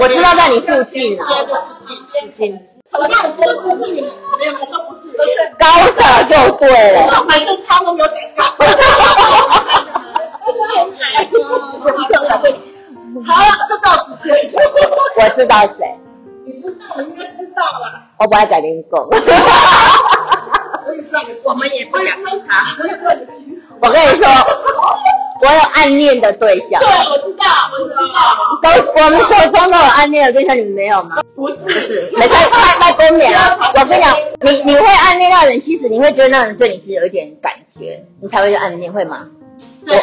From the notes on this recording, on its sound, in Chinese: 第一次以多人聊天式的錄音 結果聲音不太理想 還是硬著頭皮上架。